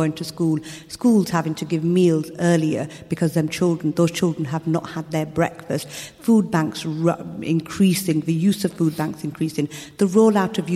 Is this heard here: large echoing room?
yes